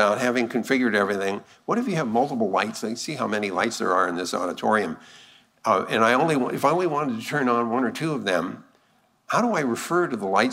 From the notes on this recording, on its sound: the full Shannon Luminary Lecture